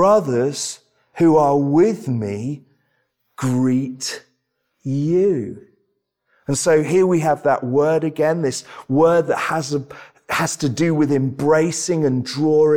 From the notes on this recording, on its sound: This sermon was preached at Welcome Baptist Church